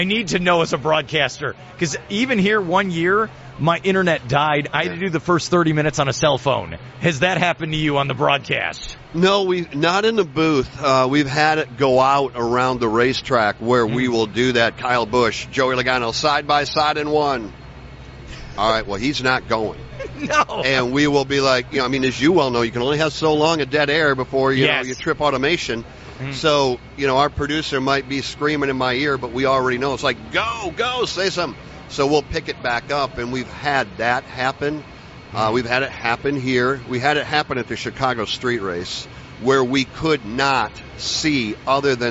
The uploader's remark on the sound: Joined live at the Daytona International Speedway.